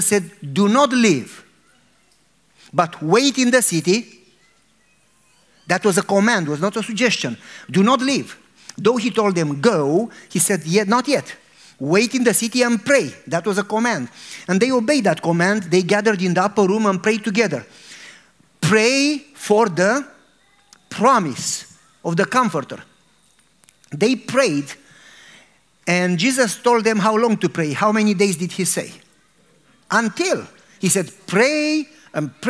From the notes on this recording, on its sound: a religious sermon and prayer to an audience